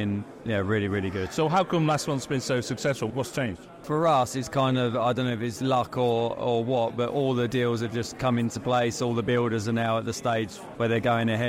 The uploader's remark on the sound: At the KBSA annual conference at The Belfry to meet up with loads of top independent kbb retailers.